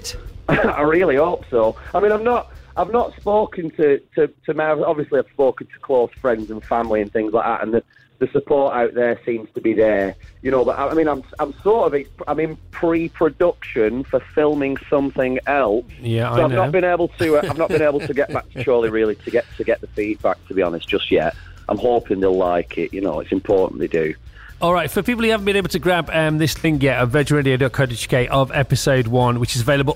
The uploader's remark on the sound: Is on the phone telling us how he’s celebrating the series’ launch. Virgin Radio UK.